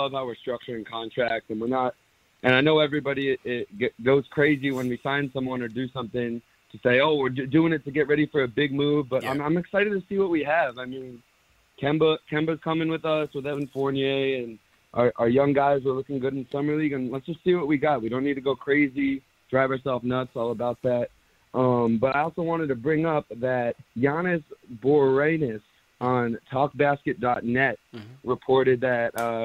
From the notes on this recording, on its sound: Takes live phone calls from fans around the world.